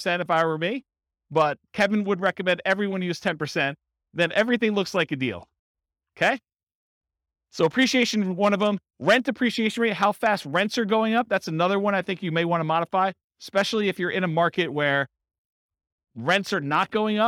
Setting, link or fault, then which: setting, live audience